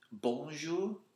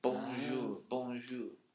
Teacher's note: But here there seems to be like a little diphthong in the word bon. · So they say bonjour. It's like there's a little w noise in there.